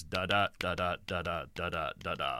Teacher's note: unstressed, stressed, unstressed, stressed, unstressed, stressed, et cetera. And there are 10 beats to each line. So there's a musicality to it. · Term: iambic pentameter